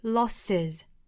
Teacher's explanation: 这里面大家注意不是紧音而是那个松音单元音短元音 a says 相当于是 sit sit 里面的那个 a 那就是 losses 不是 losses 后面 just 和 as 做连读是 just as 这两个词都要做弱读所以都是